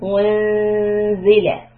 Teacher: we are going to do ikhfa, which means I will hide the sound of the noon, unzila. So after the U, when I push out the lips U, and then for the noon, I bring back my lips to a straight line.